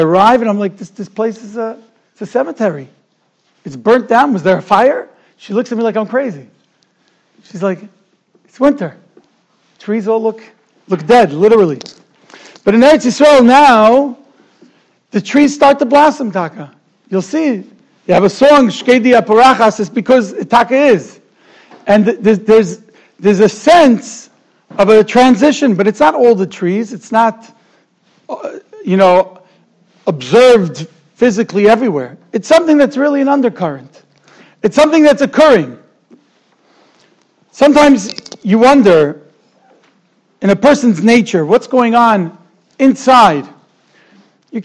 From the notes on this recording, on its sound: Shiur recorded in Yeshivas Ohr Reuven, Monsey, NY.